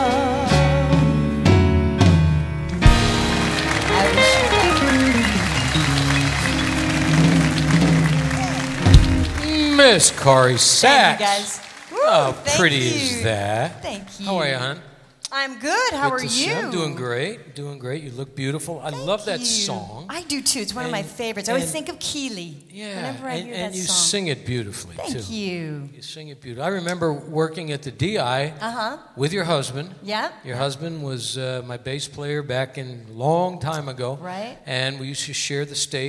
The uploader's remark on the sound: Live at the South Point Casino